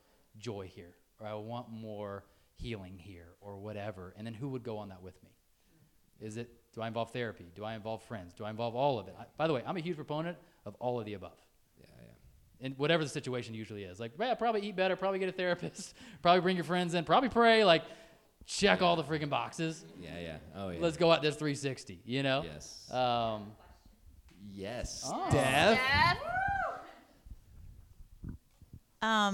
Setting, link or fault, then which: setting, live audience